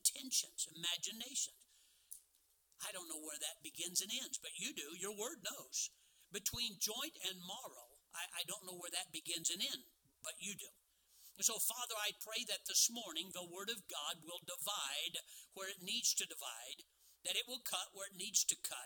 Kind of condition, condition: setting, large echoing room